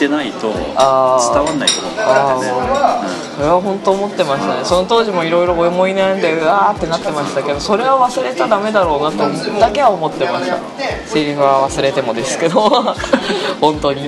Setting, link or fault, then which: setting, busy venue